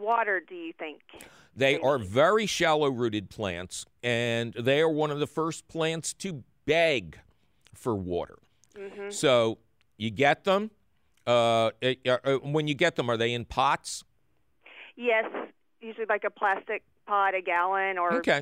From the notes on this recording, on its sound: a heaping handful of your phone call questions